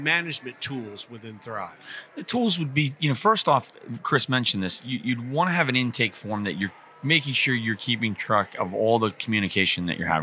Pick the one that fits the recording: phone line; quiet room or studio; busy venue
busy venue